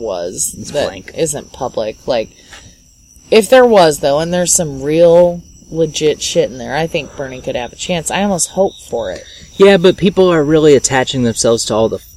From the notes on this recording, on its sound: We recorded this episode on the porch and at night so there are some lovely ambient noises that snuck past the noise removal process.